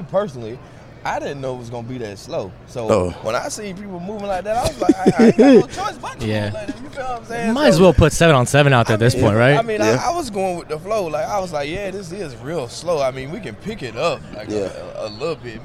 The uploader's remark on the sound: Live from the Super Bowl Radio-Row